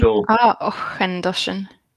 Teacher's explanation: It's what's called a velar fricative at the back of the throat there. It's the K.